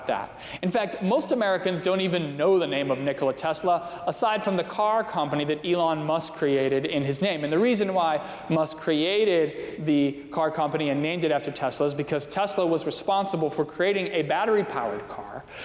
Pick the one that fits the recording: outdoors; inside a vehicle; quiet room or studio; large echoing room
large echoing room